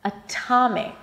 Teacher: it's actually a strong aspirated T with a little H after. Atomic. It has a little H.